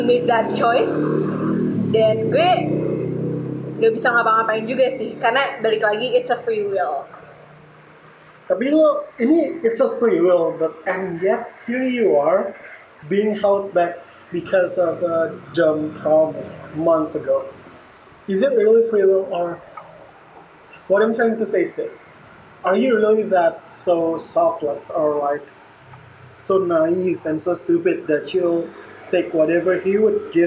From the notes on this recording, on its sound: Recorded live on a cafe so im so sorry about the quality.